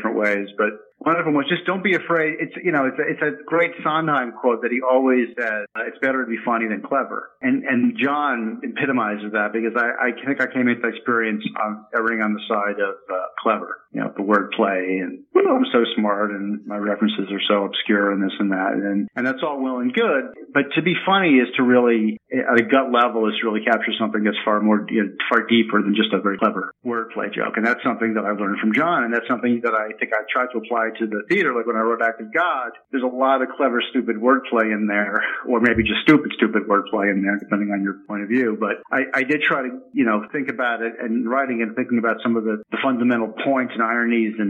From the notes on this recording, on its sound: He called in from his home in Hollywood